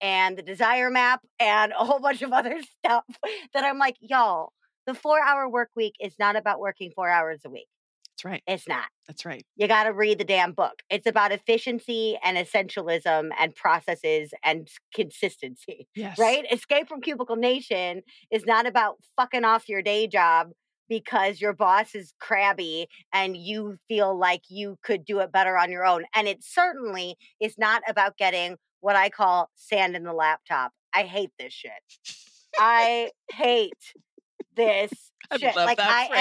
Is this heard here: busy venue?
no